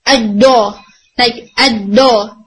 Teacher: اب اس کے بعد جب آپ ٹپ اسکپ کرنے لگ جاتے نا تو آپ جیم کے مخرج پہ آ جاتے ہیں. آپ نے زبان کی ٹپ کو اسکپ کر دیا تو آپ جیم کے مخرج پہ آ گئے